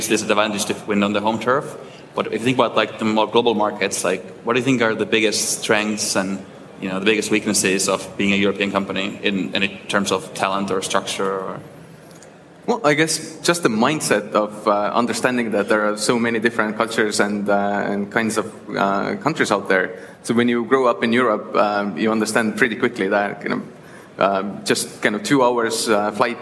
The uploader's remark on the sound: we take you back to the SaaStock18 Scale stage for a panel discussion